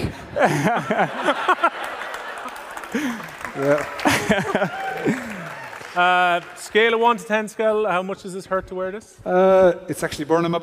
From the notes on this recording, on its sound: The Hurling Pod was LIVE in the Bord Gáis Energy Theatre